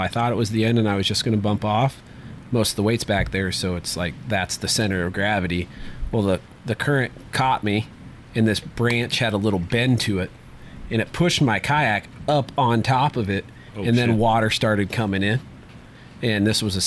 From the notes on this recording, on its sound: We meet up at Johnston Bait and Tackle to have a few beverages and talk fishing!